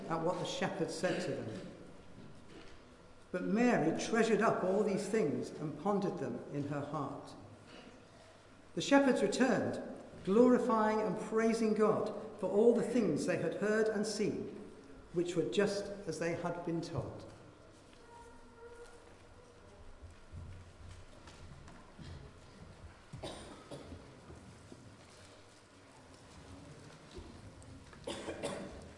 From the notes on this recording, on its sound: Christ Church, Bayston Hill (UK)